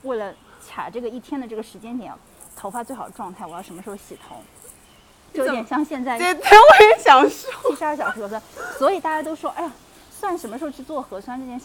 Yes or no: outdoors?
yes